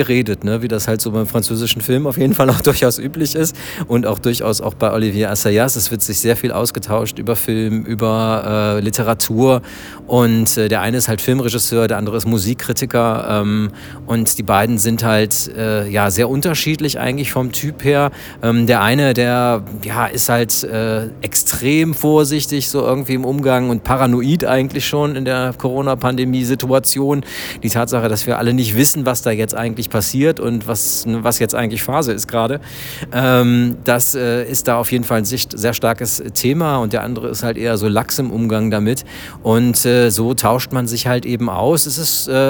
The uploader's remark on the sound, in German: live von der Berlinale